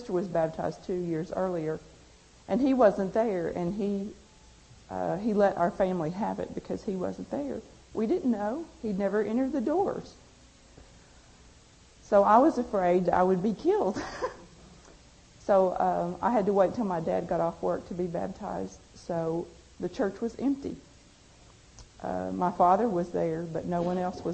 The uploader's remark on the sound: At a GFI conference